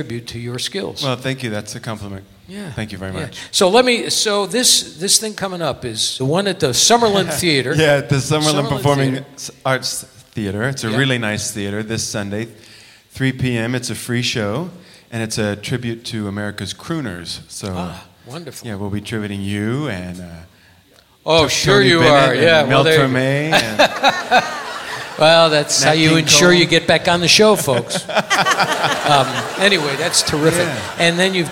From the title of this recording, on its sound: Live at the South Point Casino 04-21-2017